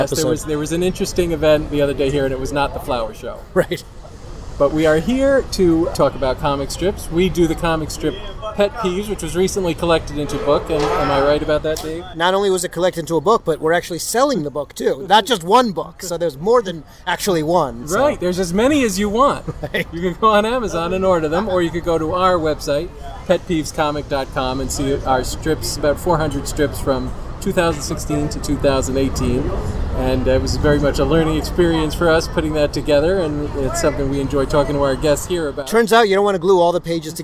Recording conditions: outdoors